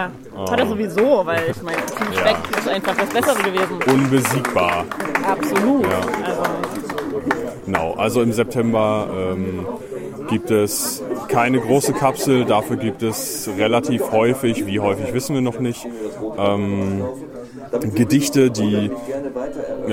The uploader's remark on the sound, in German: die auf dem Podstock-Festival entstanden ist